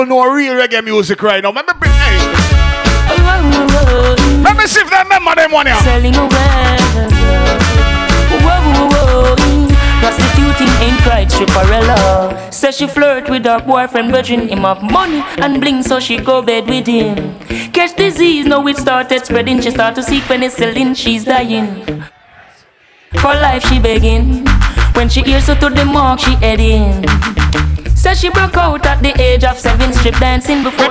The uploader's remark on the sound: COZY CORNER 43 ANNIVERSARY (LIVE AUDIO)